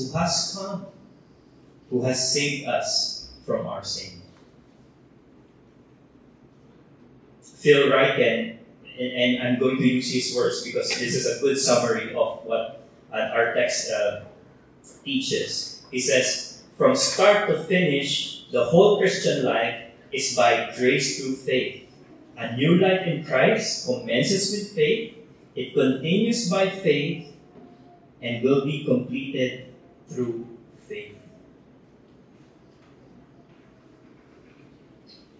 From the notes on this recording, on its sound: Technical issues have affected audio quality.